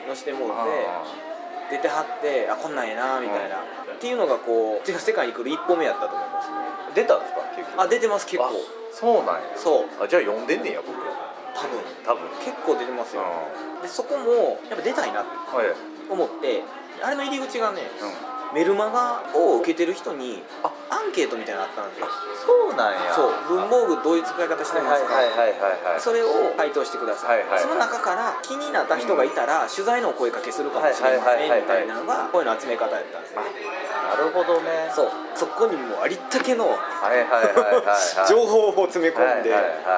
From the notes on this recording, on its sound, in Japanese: ビジネスサロンでの収録なので周りガヤガヤしています。